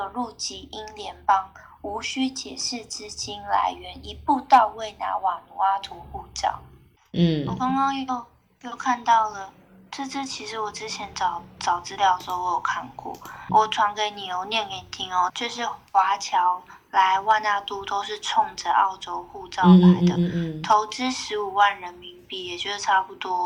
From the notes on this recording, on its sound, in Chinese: 我決定瞞著她打開手機錄音